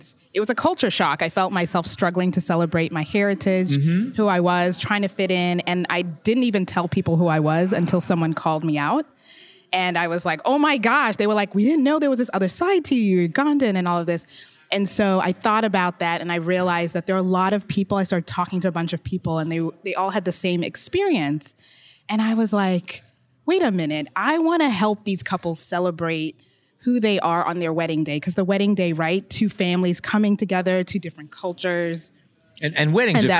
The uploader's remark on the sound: we spoke at the 2019 Depth of Field Wedding and Portrait Conference